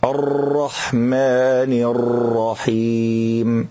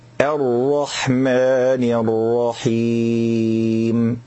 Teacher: الخطأ الخامس المبالغة في تكرير الراء من الرحمن والرحيم · Shown in: first take